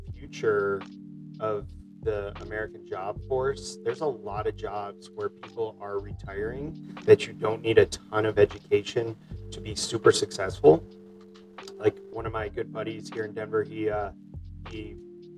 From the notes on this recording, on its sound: We had some technical issues, but the conversation was to important to rerecord.